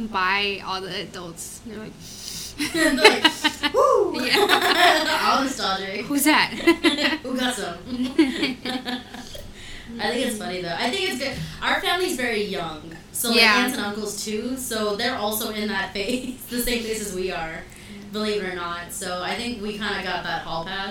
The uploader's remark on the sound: Sorry for the echo in the audio!